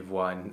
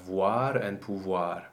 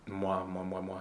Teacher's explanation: Just think of the W glide and a bright A afterwards.